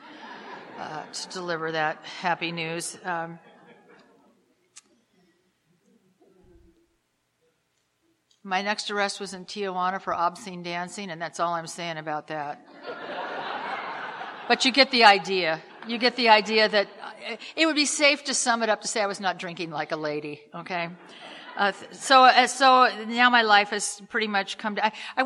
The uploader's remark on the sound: telling her story at the Live at Pine Lake Speaker Meeting held every Saturday Night in Seattle in Dec of 2016